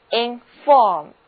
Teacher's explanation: inform 的意思就是通知告知，重音在第二个音节